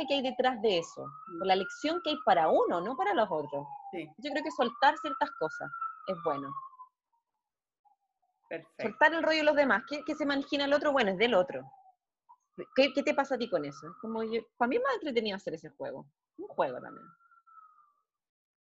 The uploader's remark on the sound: Zoom Session 01